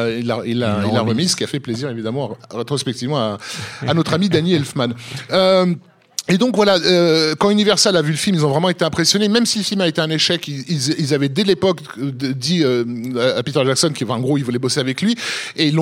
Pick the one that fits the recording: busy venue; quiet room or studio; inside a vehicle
busy venue